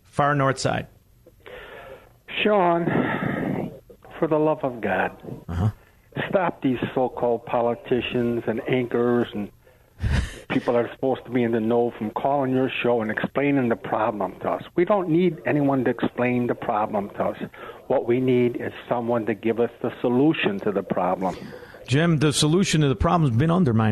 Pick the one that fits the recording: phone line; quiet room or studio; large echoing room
phone line